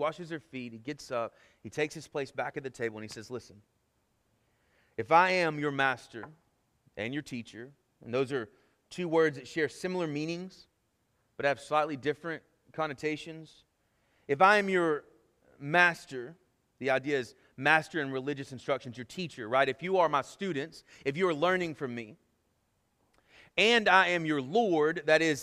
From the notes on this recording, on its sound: Sermon Audio from our Worship service